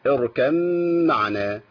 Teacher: اركب معنا مع الغنه حركتين، لان بقى عندي في تشديد للميم · Term: الادغام